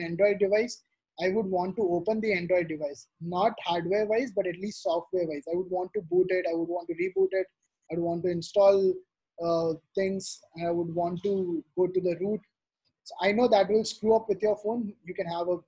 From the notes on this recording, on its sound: this audio segment from the webinar